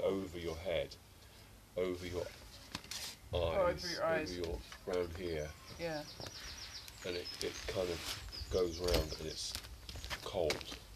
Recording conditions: sounds in the background